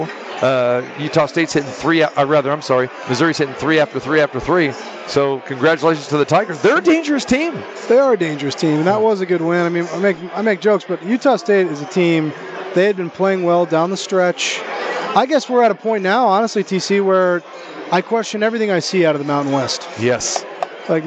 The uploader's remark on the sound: Live from the Super Book at the Westgate Las Vegas. While the opening round games are going.